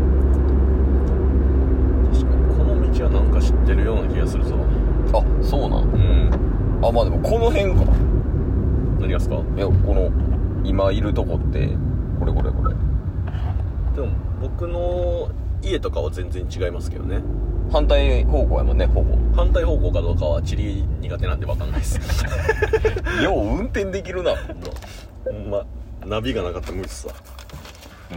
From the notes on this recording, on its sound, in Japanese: 雑音過多